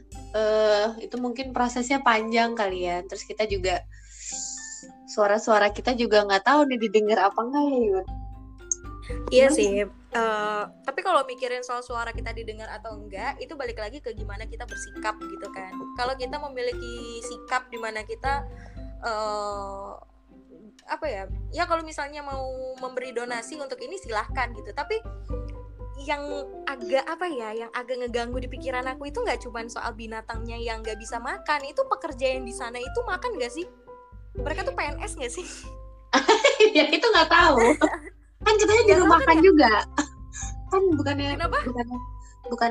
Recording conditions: drop-outs